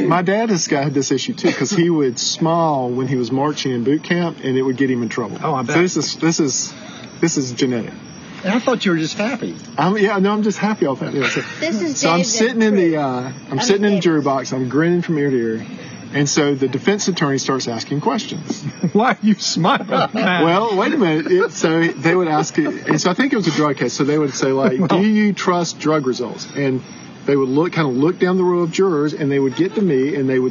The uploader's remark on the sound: Recording of our first live episode broadcast last Wednesday night from West Salem Public House!